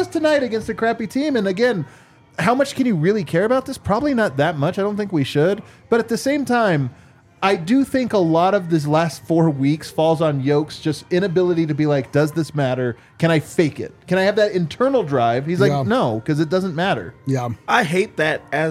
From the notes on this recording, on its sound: LIVE from the DNVR bar